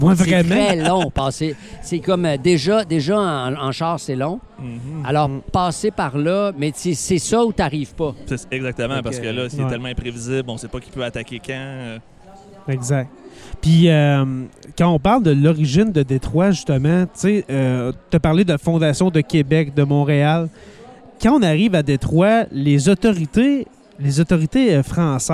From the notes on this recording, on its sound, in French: En direct du Salon du livre de l'Abitibi-Témiscamingue